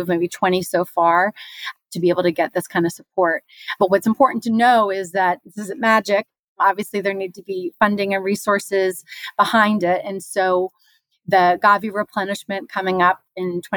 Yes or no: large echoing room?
no